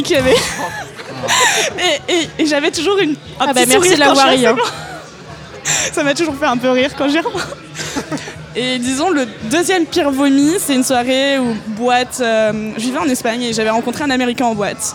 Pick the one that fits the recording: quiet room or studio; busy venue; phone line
busy venue